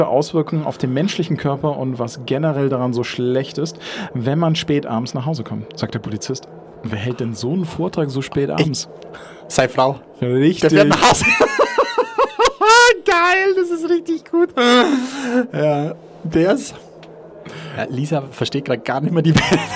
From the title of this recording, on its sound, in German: Live von der ZPE